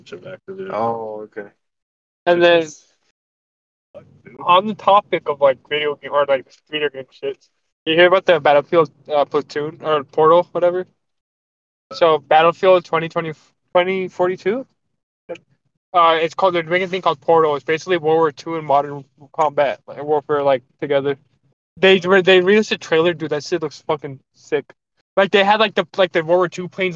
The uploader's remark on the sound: Our first podcast episode in a car, mic quality needs work but its a first.